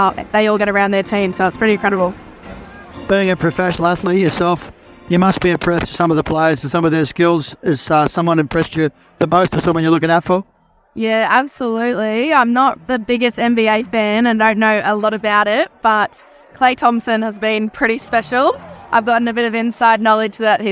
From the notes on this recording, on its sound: live from the Golden State Warriors vs Denver Nuggets NBA game